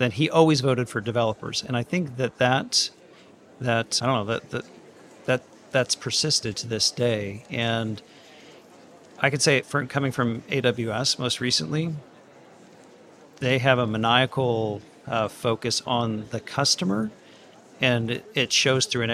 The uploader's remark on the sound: The latest .Local was held on November 9th, 2021 at Evolution, London. Recorded live at the event.